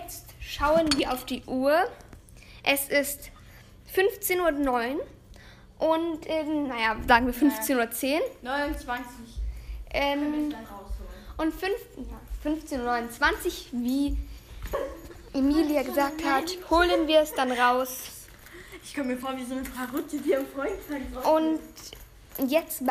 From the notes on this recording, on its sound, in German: sorry auch für die Nebengeräusche, die cuts